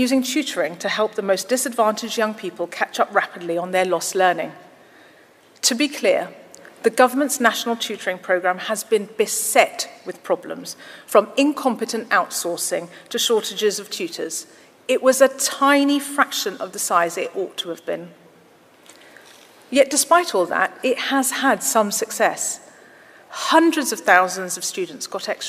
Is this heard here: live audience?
yes